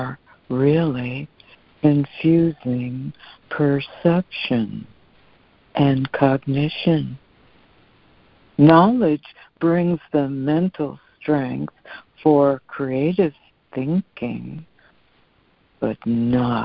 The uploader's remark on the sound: ACIM Daily Conference Call